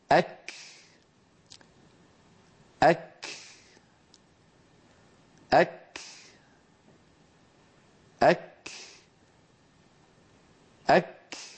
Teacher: لاحظوا أن الجزء الأول من نطق الكاف عبارة عن أن اللسان يرتفع فيصطدم أقصاه في مخرج الكاف عند الحلك اللحمي والعظمي · Term: كاف ساكنة مهموسة